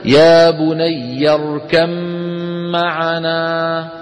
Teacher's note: ولما نصل نحول الباء إلى ميم وندغم